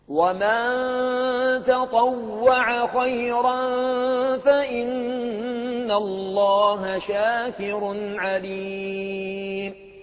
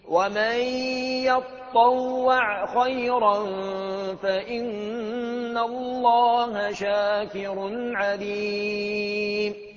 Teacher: يقرأها حمزة والكسائي بالياء المفتوحة والطاء المشددة المفتوحة والعين المجزومة · Shown in: second take